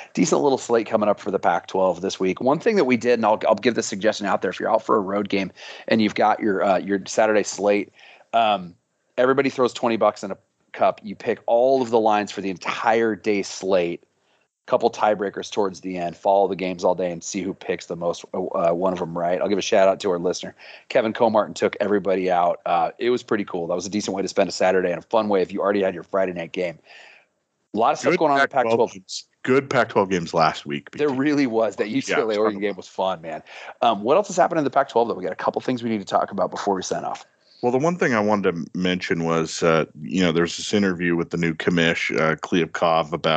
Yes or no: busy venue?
no